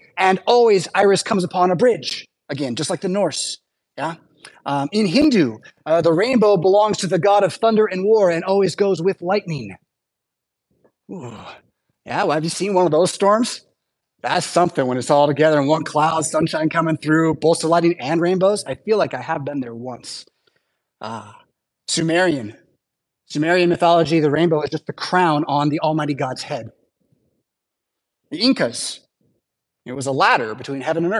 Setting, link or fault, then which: setting, large echoing room